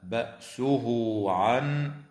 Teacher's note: وتوصل هاء الضمير في قوله تعالى بأسه عن بواو تمد بمقدار حركتين حال الوصل